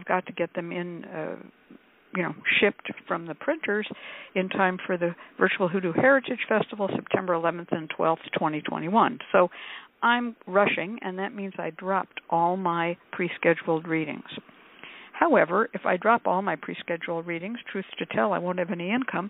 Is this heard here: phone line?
yes